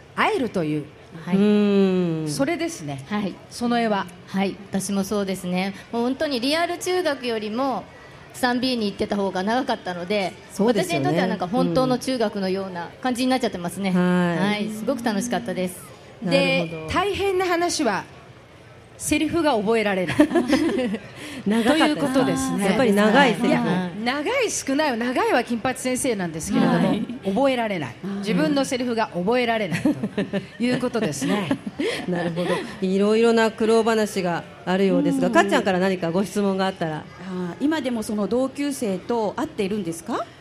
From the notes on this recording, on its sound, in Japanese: 今回は録って出しです。松戸まつり2日目に、伊勢丹通り特設会場で公開収録を行いました。沿道の親子のスパイシーパスタを交換しにしに行ったりのハプニングもあり、楽しい公開収録でした。